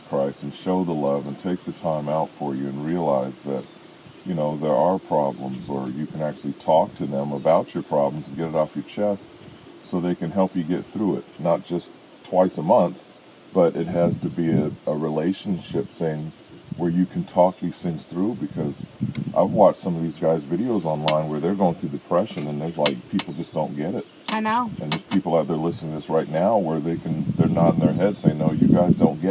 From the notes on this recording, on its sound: I used my iPad to record this podcast so I apologize for the listening quality